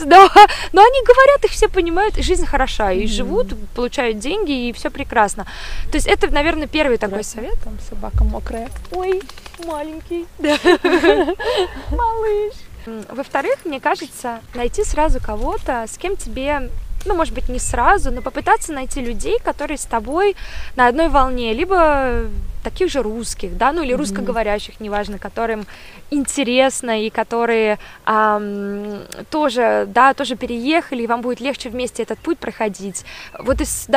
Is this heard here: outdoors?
yes